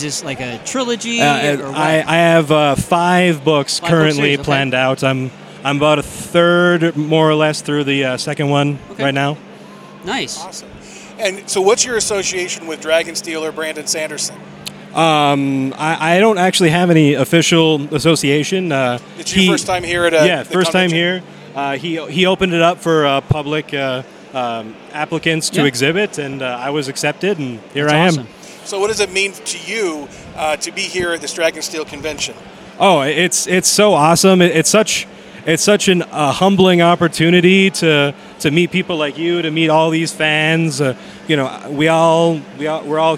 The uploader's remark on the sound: Live from DragonSteel 2023. Author Interviews LiveFrom DragonSteel 2023.